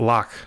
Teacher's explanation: X represents the voiceless velar fricative, as in like the Scottish word loch